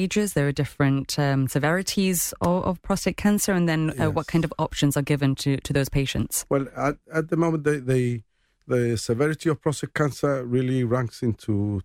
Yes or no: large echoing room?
no